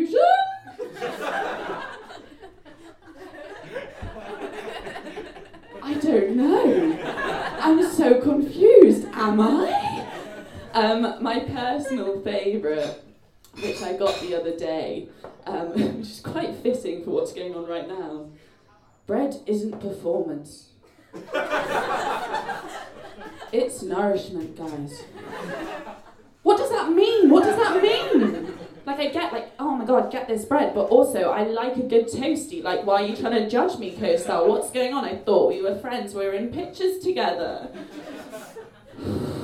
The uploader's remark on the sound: Recorded live at the Kingdowns Wine Vaults.